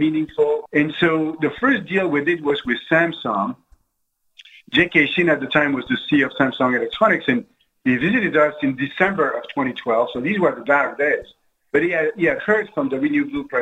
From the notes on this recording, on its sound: This interview was recorded at the 2020 Global Business Leaders Forum, which was held online.